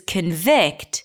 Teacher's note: the first syllable is reduced, a schwa. The schwa takes a step back to allow the primary stress, vict, to shine.